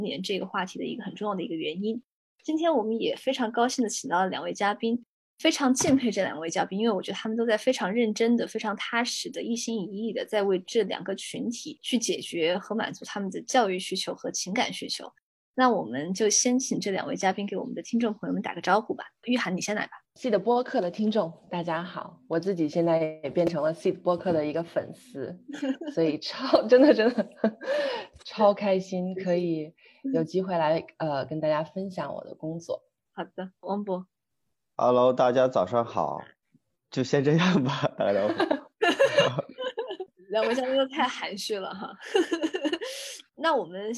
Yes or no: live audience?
no